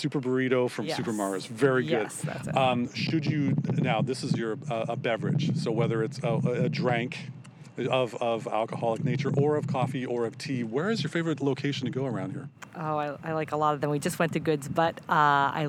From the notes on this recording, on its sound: Much apologies to the wind noise during the interview...oh mother nature